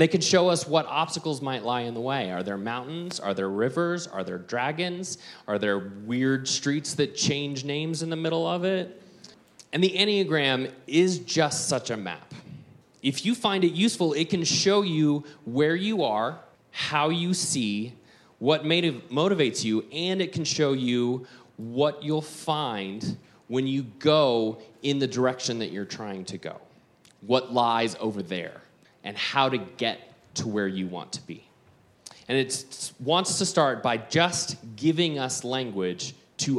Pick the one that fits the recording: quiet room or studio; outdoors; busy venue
busy venue